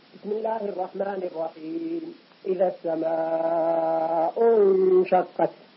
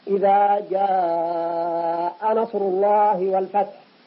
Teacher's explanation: هذا هو المتصل الواجب. فلاحظنا أنه امتد زيادة على المد في المد الطبيعي لأنه جاء سبب وهو الهمزة. يبقى معنا قسم آخر هو المد المنفصل وسببه أيضا هي الهمزة، ولكن المد في آخر كلمة وسببه الهمزة في أول كلمة تالية.